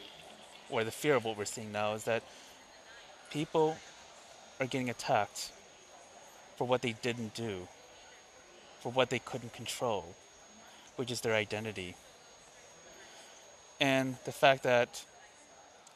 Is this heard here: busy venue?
yes